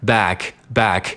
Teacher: 这个 back 是一个大口型的 a，所以说要把嘴张开